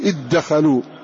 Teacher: كذلك إضغامها في الدال، إذ دخلوا بالكفر، إذ دخلوا تقول إذ دخلوا، إذ دخلوا، إذ دخلوا، تنطق بالدال فقط مدغمة فيها هذه الذال من غير أن يبقى شيء من أثر هذه الذال